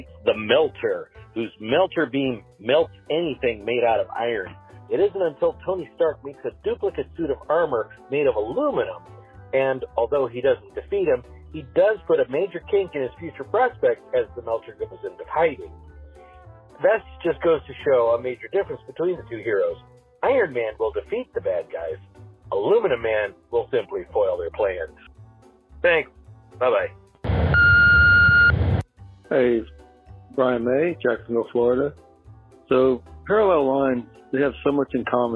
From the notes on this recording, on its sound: I have compiled jokes recorded by our listeners through my voicemail service over the past fortnight.